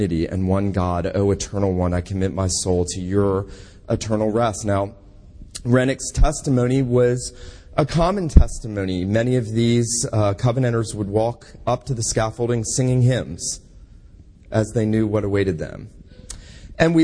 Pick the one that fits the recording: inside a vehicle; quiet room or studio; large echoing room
large echoing room